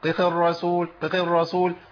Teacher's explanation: ومن يشاقق الرسول، قيق الرسول، قيق الرسول، ما حققتش الحركات مظبوطه، فبالتالي بان عندي كاني جبت قاف واحده بس زمانها طويل شويه